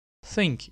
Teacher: Dilin ucunu iki diş arasına alarak çıkardığımız seslerdir. Think kelimesindeki th harfleri bu şekilde okunur. · Term: interdentals